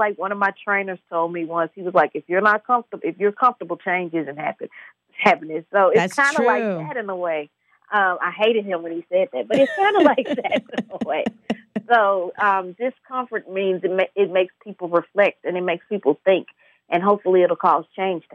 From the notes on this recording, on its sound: via phone line